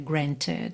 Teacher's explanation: o E vem justamente fazer a ponte entre o T e o D